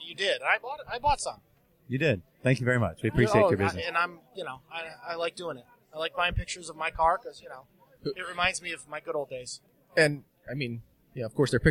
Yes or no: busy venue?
yes